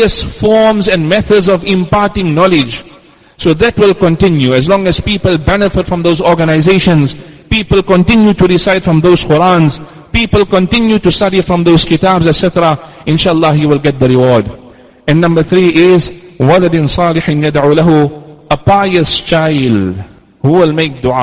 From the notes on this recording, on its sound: Jumuah lecture at Masjid us Siddique